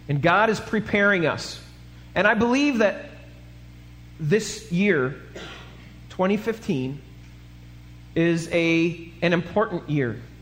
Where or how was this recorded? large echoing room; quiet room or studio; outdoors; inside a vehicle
large echoing room